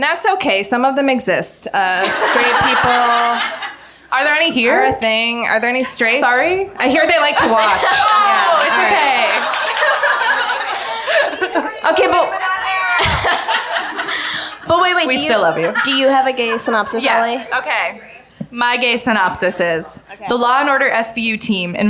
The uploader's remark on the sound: LIVE from the Bell House. For their first LIVE SHOW in New York at the Bell House.